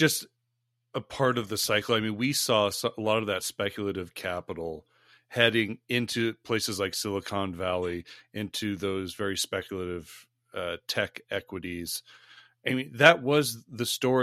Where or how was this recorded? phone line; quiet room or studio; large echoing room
quiet room or studio